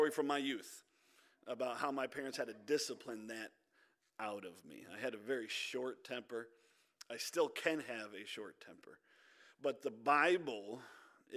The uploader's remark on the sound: This audio is from our Wednesday Night Service